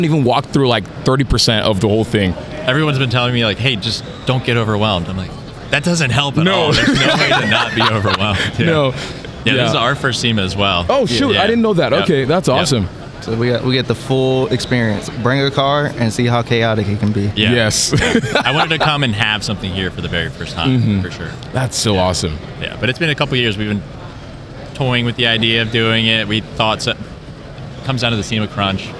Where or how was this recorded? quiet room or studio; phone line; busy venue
busy venue